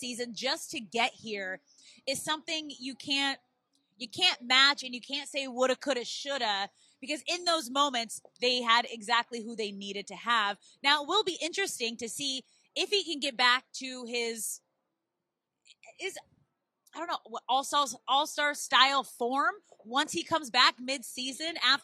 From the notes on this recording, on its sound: NLCS POST GAME SHOW LIVE. Live on the field moments after the Phillies defeated the Padres!